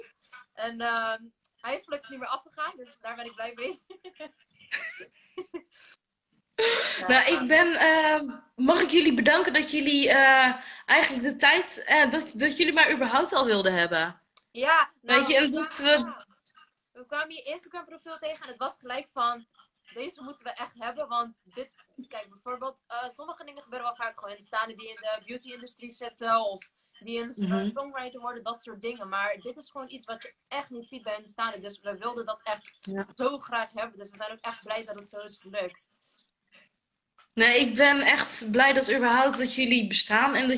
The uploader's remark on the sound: Instagram Live